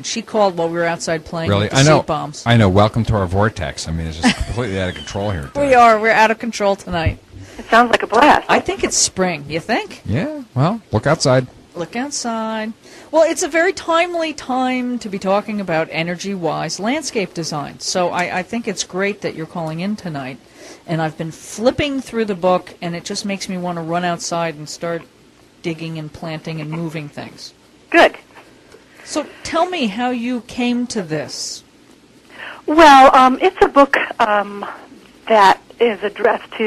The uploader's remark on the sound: We had a blast greening up the parking lot and the side of the road outside the studio before the show and during our break with a slingshot. Called in from Austin, TX.